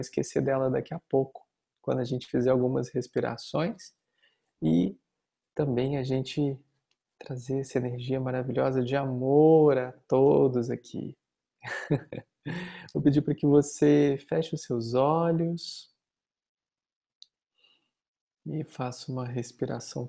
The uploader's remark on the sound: Online via Zoom